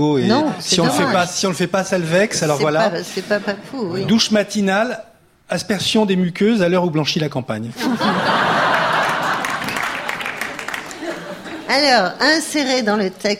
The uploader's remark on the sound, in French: en public au théâtre de l'Alliance française à Paris